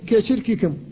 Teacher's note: يقول وراعي شدة بكاف وبتاء، لا بد من مراعاة الشدة في الكاف والتاء عند حصول التكرر، فإن التكرر سبب لطلب التخفيف، والشدة من الصفات القوية، فإذا تكررت الكاف أو التاء في كلمة واحدة كان لا بد من الحفاظ على الشدة فيها لئلا يتساهل اللسان